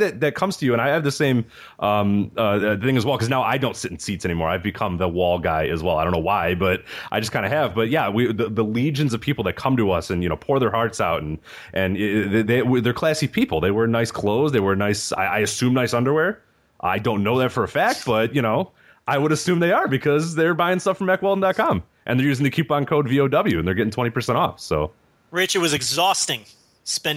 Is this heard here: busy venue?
no